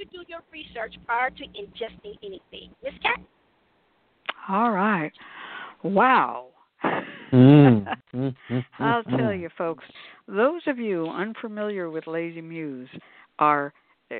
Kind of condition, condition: link, phone line